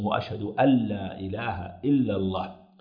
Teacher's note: النون الساكنة وبعدها اللام، واللام من حروف الإدغام التي يدغم فيها بلا غنة، أشهد أن لا إله إلا الله، فلا يظهر النون، يدغمها · Term: يدغمها في اللام